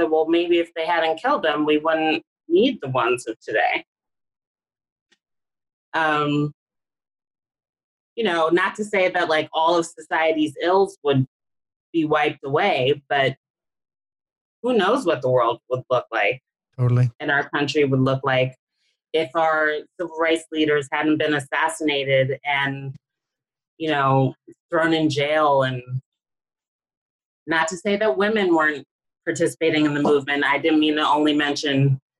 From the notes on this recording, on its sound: Via Zoom, from her apartment in NYC. Recorded via Zoom. Studio facilities provided by irishvoiceovers.co.uk.